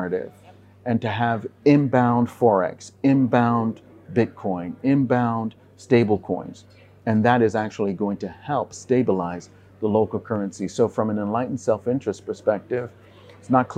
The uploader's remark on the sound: This episode was filmed in December 2022, at the Africa Bitcoin Conference held in Accra, Ghana.